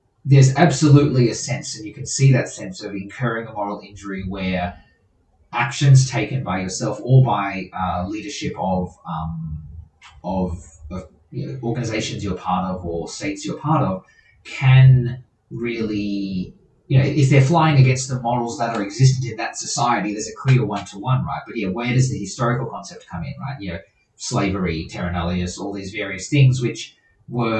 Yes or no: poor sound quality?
yes